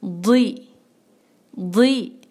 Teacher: बारीक आवाज कसरा की, लेकिन दौज की जो है वो हैवीनेस भी साथ होगी